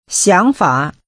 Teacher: The tones are rising and falling rising.